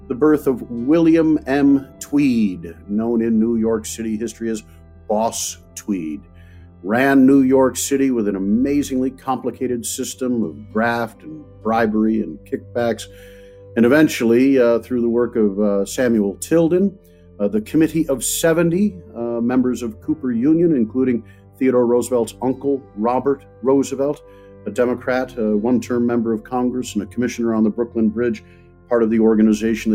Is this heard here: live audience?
no